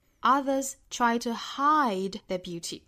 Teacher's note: Others try to hide their beauty.那这里面的 beauty 我们就不能做重读了，因为前面已经出现过这个 beauty 这个信息了，后面半句又出现 beauty，它属于重复信息，所以这里面的 beauty 就不需要做前面一样的重读了。Others try to hide their beauty.那这个 hide 反倒是要做重读的，因为前面的 show off 跟 hide 两个是不同的信息点啊